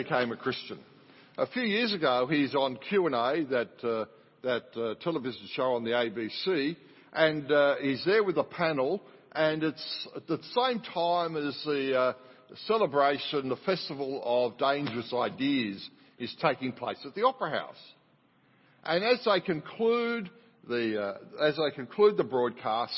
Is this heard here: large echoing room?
yes